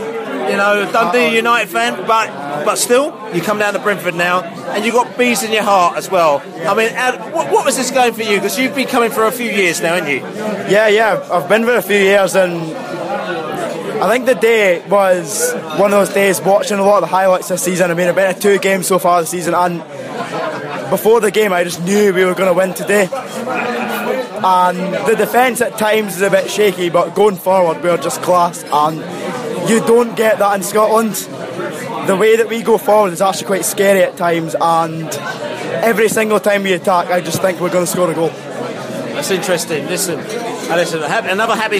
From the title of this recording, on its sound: Post-Match Podcast from the pub